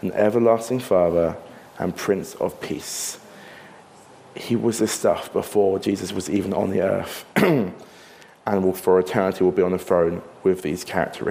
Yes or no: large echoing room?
yes